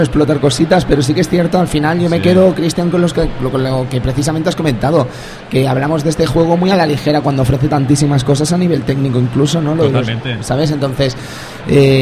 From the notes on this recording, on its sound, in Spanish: Programa grabado en directo desde el salon del manga de Barcelona.